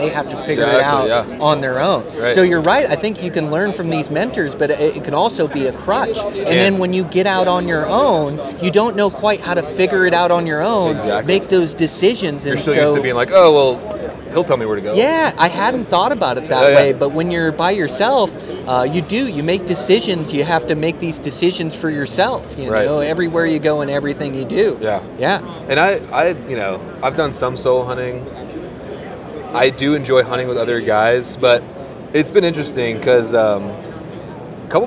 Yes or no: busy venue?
yes